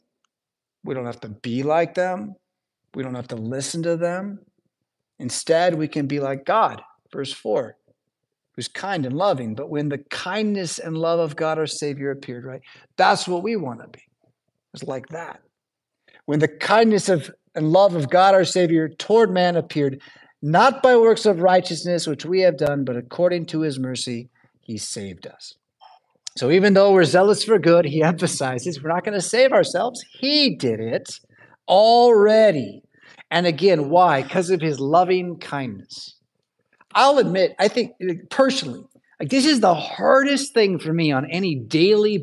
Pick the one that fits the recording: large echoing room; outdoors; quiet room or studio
large echoing room